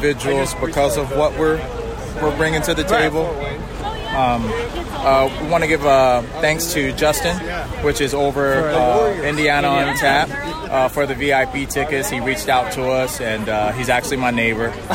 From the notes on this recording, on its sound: record live at Hendricks County’s 3rd annual Hoppy Halloween beer festival